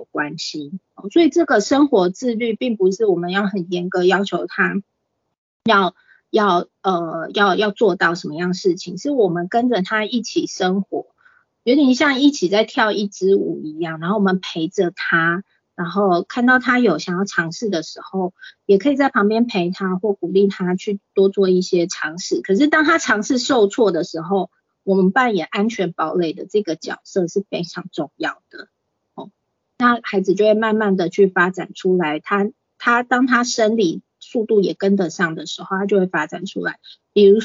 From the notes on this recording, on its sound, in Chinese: 此為線上課程錄音檔！